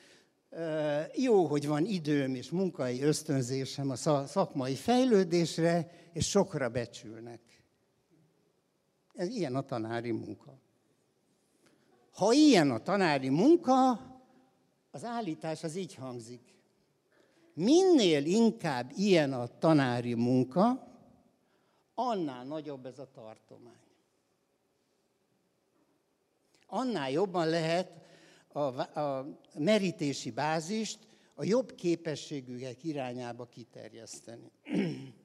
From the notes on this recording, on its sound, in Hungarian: a hatodik Qubit Live-on tartott előadásában